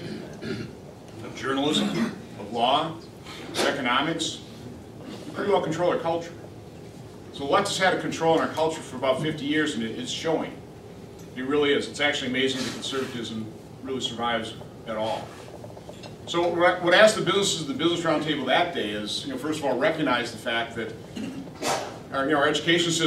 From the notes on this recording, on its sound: Addresses The Ripon Society on March 5, 2015. WASHINGTON, DC. Appeared before a breakfast meeting of The Ripon Society.